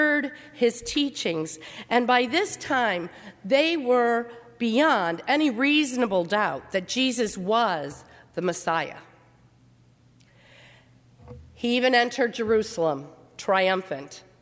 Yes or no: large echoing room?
yes